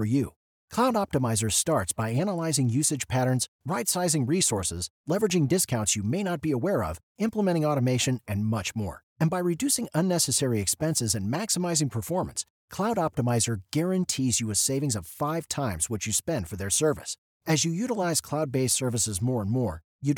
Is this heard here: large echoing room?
no